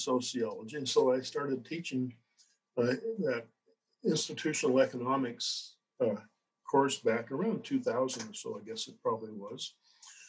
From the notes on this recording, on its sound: Due to the nature of this recording, listeners may find the audio quality reduced for this episode.